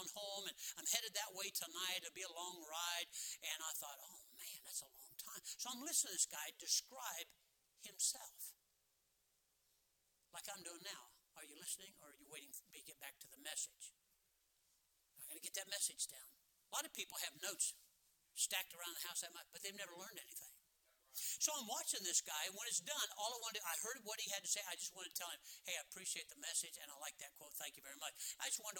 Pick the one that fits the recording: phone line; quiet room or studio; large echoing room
large echoing room